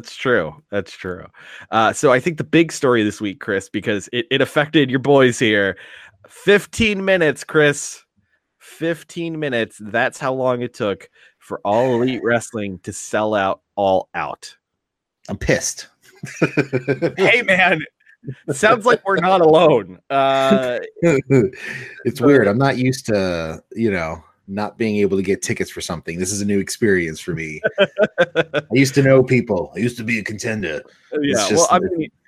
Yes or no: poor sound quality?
no